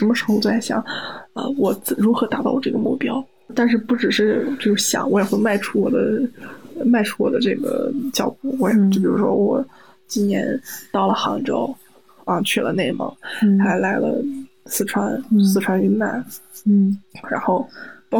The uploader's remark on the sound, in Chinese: 源于我在泸沽湖做义工。院子里还有一桌我很不喜欢的客人居然半夜打麻将。